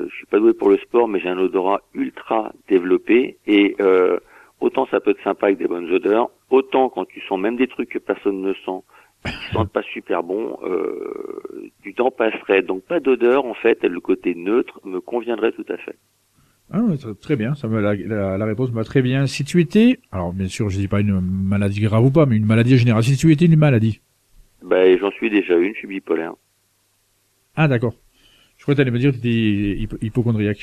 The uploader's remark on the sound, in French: qui reçoit par téléphone